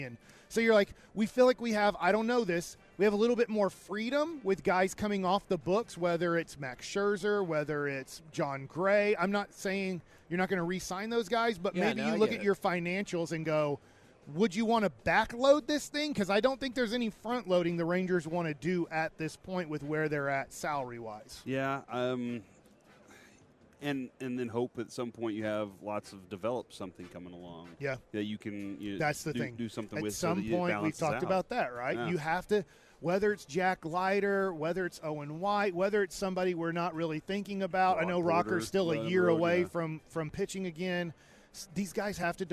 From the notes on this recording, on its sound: LIVE from Radio Row in Las Vegas!